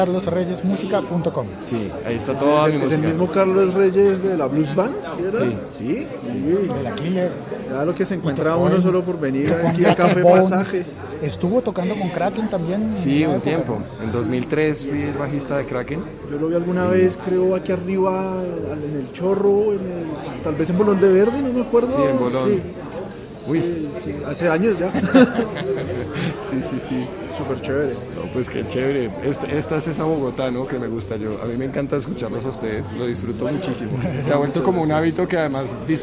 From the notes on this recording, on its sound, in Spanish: Episodio grabado en el tradicional Café Pasaje de Bogotá.